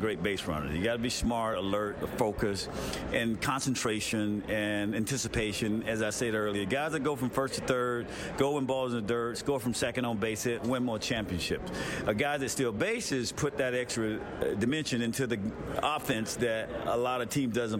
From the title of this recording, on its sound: LIVE FROM THE MLB WINTER MEETINGS